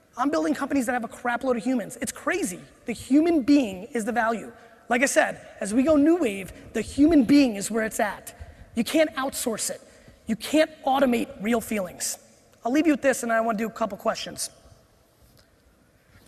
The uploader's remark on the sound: This keynote I gave at the INC 500 seminar